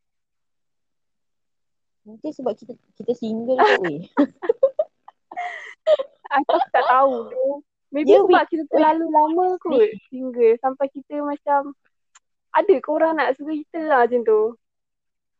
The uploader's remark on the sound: Sorry for the audio guys. We've try our best to let you hear us clearly.